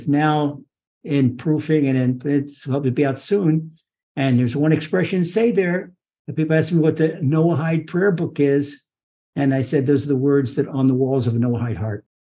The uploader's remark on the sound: Recorded via TORCHzoom.